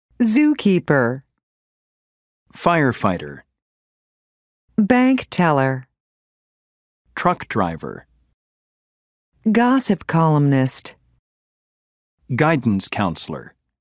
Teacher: Notice that the first word in these compound nouns has more stress. · Term: Stress with compound nouns